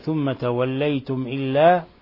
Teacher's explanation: الميم الساكنة جاء بعدها الهمزة، والهمزة من حروف الإظهار الشفوي، فهنا تظهر الميم عند الهمزة